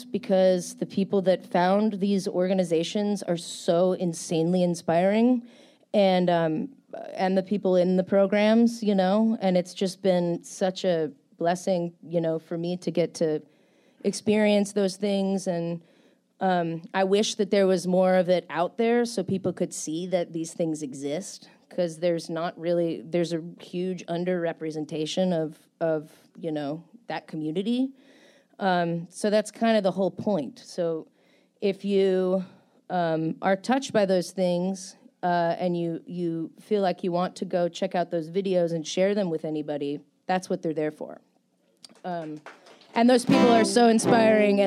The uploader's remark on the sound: at the 30A Songwriters Festival this year for a full hour and she blew the roof off of 723 Whiskey Bravo in Seagrove, FL